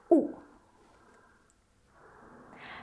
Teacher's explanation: O and U is pronounced ou in French. So there's no diphthong, no gliding. You don't hear the O, you don't hear the U. · Term: the sound ou